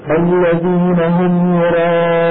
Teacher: مد عارض للسكون بمقدار ست حركات